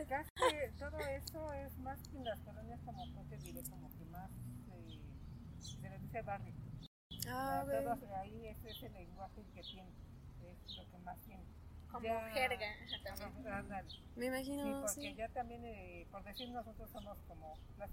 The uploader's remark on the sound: In this interview I bring you live to Polanco, Mexico City